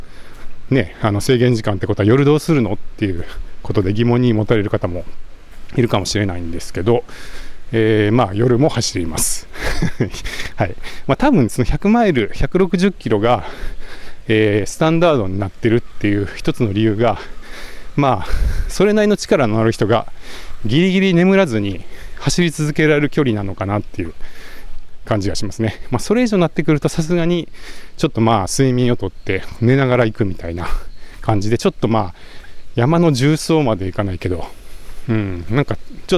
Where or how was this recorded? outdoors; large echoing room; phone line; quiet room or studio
outdoors